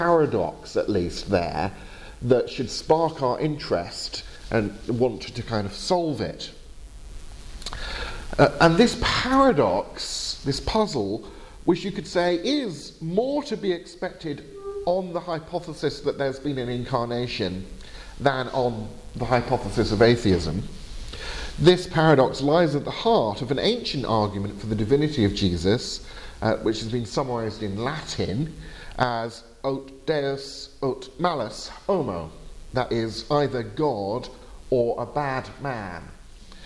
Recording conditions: large echoing room